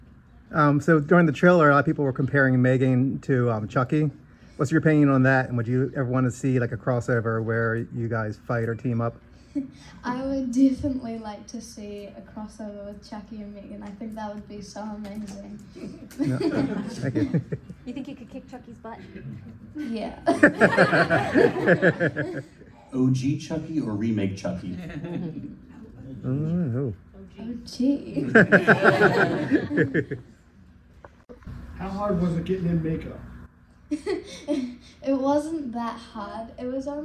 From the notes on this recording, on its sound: an exclusive panel interview from our favorite horror convention Monster Mania